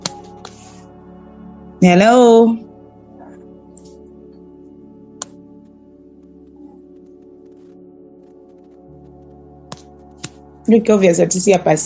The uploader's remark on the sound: youth zoom meeting